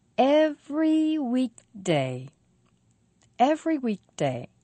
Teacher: Four syllables. Stress on week.